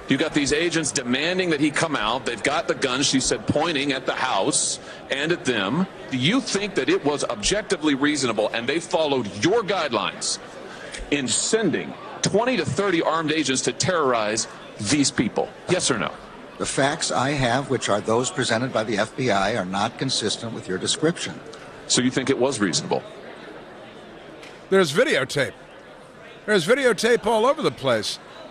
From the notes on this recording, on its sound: Broadcasting live from CPAC.